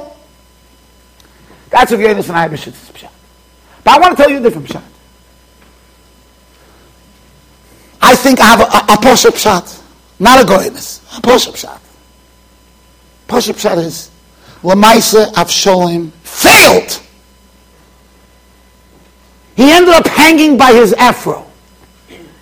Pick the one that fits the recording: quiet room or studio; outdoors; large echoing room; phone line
large echoing room